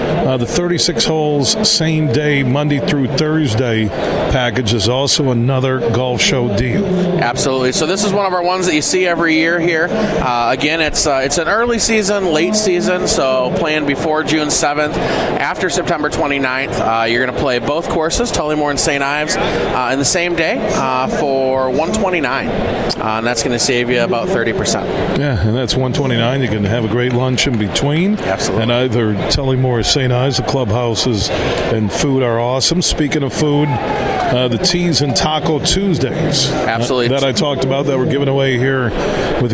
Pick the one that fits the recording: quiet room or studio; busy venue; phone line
busy venue